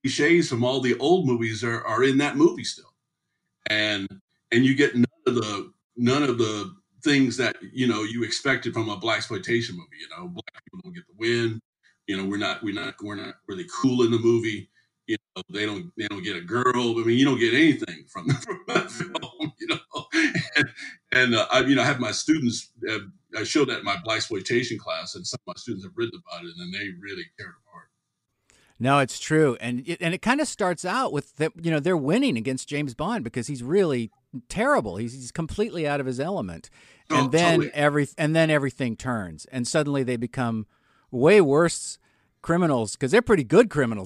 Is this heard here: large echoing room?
no